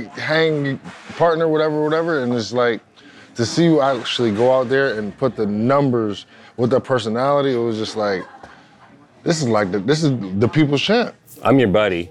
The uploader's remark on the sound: We're on location at The Hay in Pebble Beach.